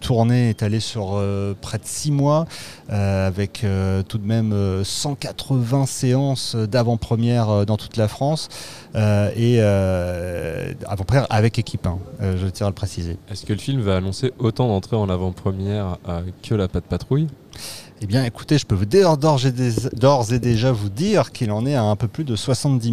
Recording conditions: busy venue